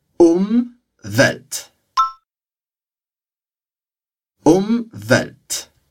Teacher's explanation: é com M e não com N, tá ok? Então, a gente tem que fechar os lábios para pronunciar.